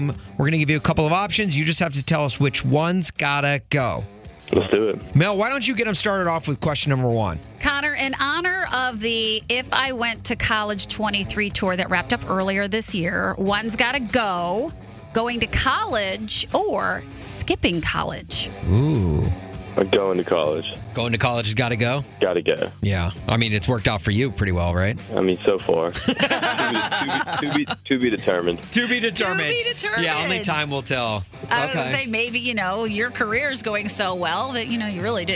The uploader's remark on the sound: called in to play a round of One's Gotta Go